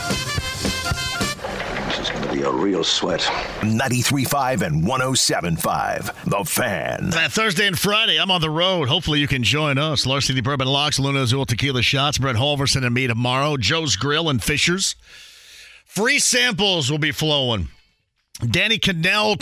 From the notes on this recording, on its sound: Quick phone call from a Colts fan. Takes a call from a listener.